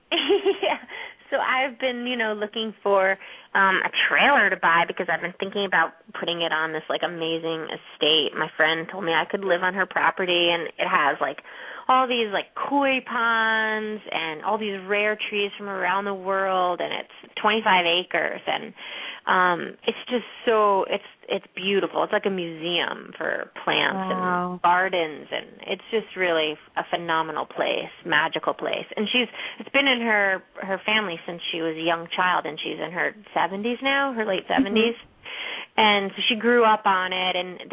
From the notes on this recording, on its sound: open up the lines for listeners to call